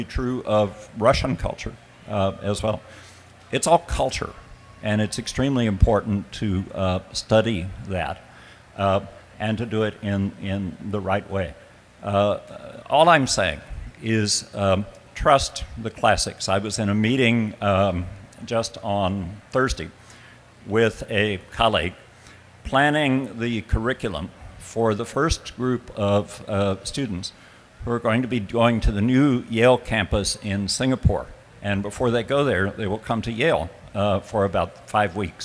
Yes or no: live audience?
yes